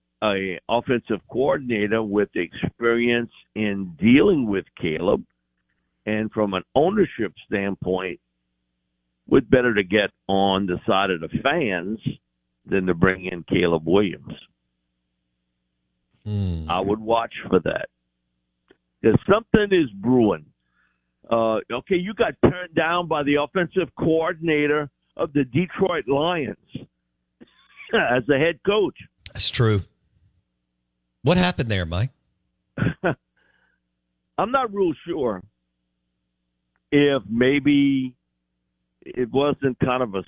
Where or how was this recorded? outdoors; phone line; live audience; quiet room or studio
phone line